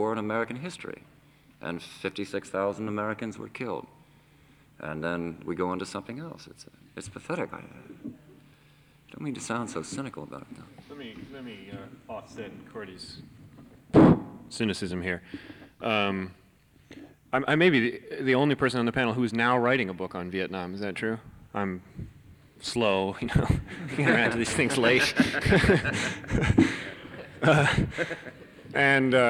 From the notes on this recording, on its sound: This is a confrence hosted by PEN America with a panel of Authors